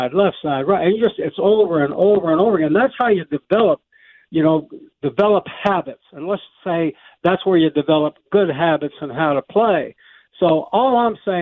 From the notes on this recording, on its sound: Naturally, he called.